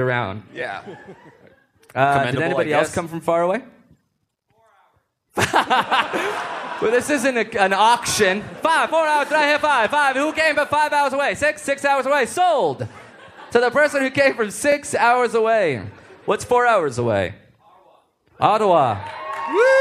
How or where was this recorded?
live audience